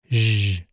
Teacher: Zh is a voiced palatoalveolar fricative. Zh. It's made by positioning the tongue close to the roof of the mouth behind the alveolar ridge and squeezing air past it.